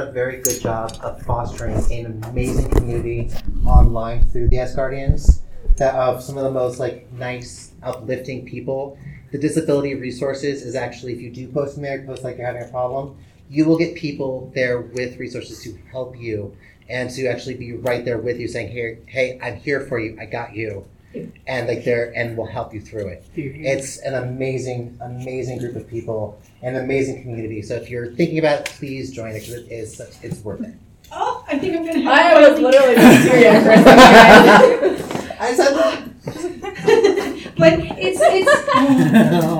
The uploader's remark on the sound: Tucson Comic Con 2023. Recorded live at Tucson Comic-Con on Friday night.